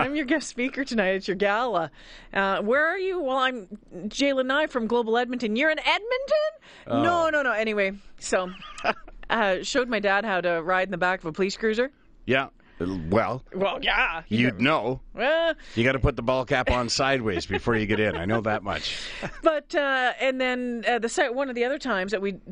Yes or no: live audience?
no